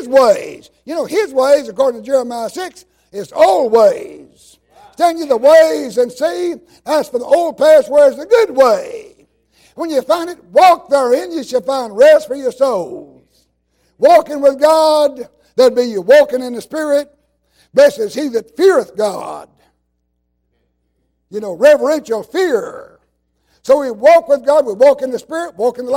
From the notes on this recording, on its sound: While he was in revival service at Calvary Baptist Church of Kingston, Tennessee.